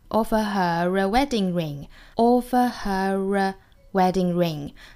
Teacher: 那么这里面的 her 和后面的连读呢要加一个 r,这是音的发法， offer her a wedding ring.那么美音的话呢直接是这个和的连读， offer her a wedding ring.我们听到原版视频呢是非常非常自然连贯过去的，并不是非常刻意的，这也是我经常跟大家说连读呢一定是要自然而然的过渡，非常轻快一带而过，不要显得特别刻意。